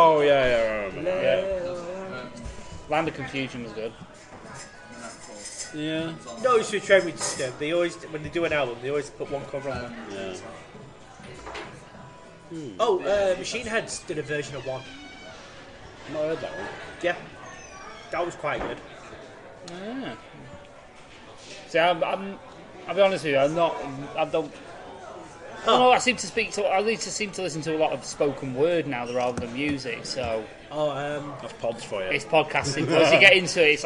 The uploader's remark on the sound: Podcasting’s own anti-heros gathered round a table in the Swift Hound prior to a midnight screening of Marvels 'Avengers: Infinity War'.